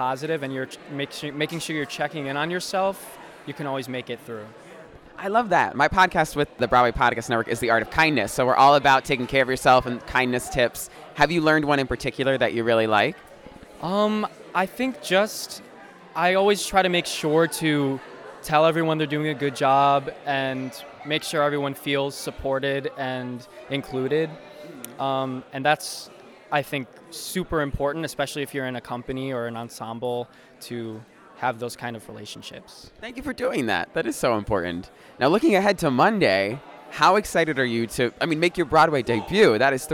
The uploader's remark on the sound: Inside Jimmy Awards 2023 Rehearsals. LIVE inside rehearsals for the 2023 Jimmy Awards (The National High School Musical Theatre Awards) at The Juilliard School in New York City.